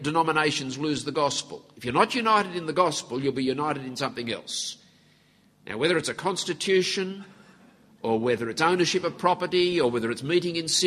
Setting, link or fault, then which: setting, live audience